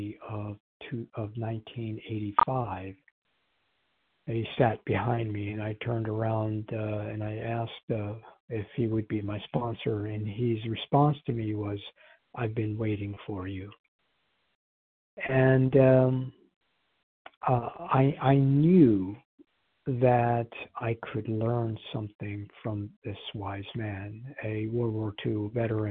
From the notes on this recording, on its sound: qualification from the 100 Pounders Phone Meeting